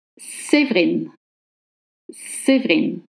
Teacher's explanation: You will drop the E between V and R, and that's a rule for French words.